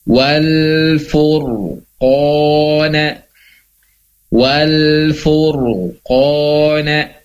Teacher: fu-nya masih tipis tapi ketika masuk ke dalam ro sukun ro-nya tebal, ada gemak di dalam mulut, ro-nya tafkhim ya.